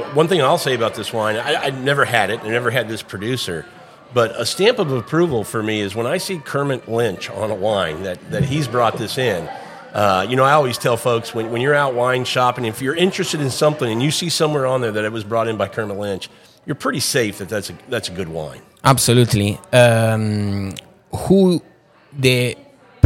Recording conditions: busy venue